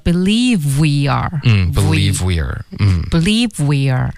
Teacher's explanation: I cannot believe 的这个 v 跟后面 we are 的这个 w 音连发 OK 然后 we are 呢它就发成了 we're 所以前面加一个 v 就变成 we're OK 一口气 believe we're 这里它就顿了它没有连读到后面 even OK 为什么呢因为它想要强调竟然这个字 we're even OK 中间停了一下没有连读 I cannot believe we're even having this discussion.